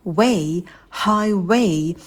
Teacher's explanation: на «в» губы вытягиваем вперед и уходим в улыбку на дифтонге «a»